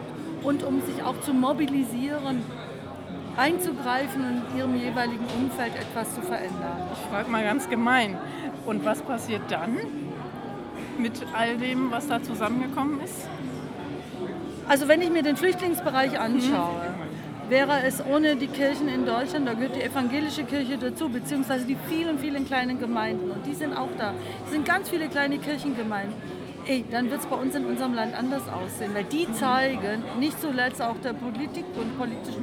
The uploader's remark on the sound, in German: Auf dem Evangelischen Kirchentag 2015. Evangelischer Kirchentag Stuttgart 2015.